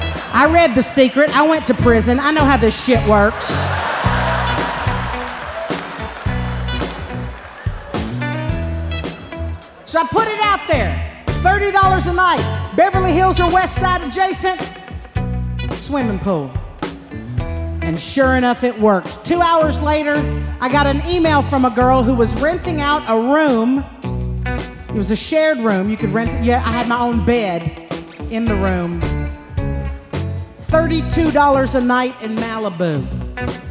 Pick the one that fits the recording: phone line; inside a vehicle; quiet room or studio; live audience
live audience